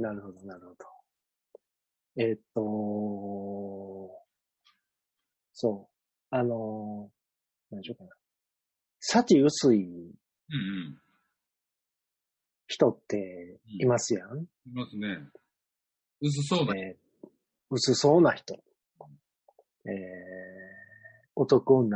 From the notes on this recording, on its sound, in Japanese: ZOOMで収録分から切り出し。エコーだいぶ解消しました。